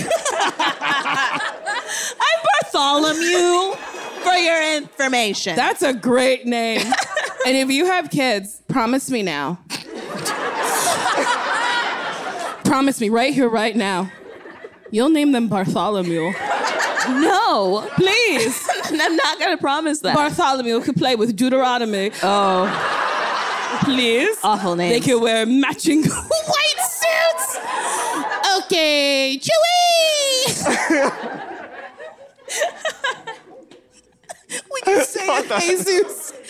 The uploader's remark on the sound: Live shows are back! Live at the Largo. Lots of audience questions.